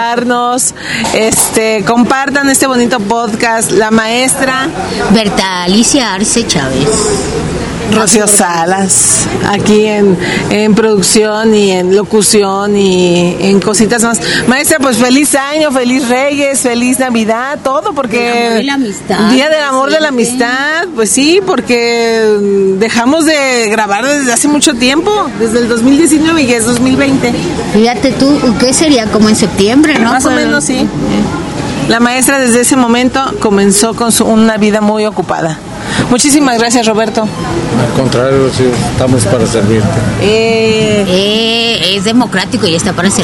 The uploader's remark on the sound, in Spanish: Una interesante reflexión entre café y ruidos del pueblo con un intelectual de Lagos.